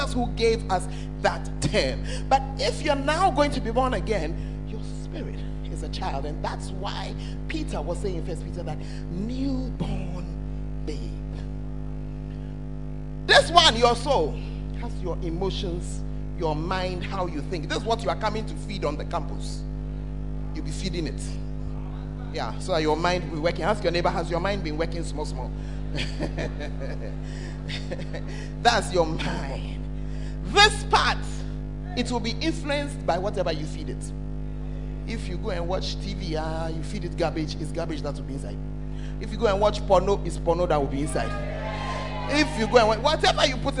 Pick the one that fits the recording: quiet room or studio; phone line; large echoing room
large echoing room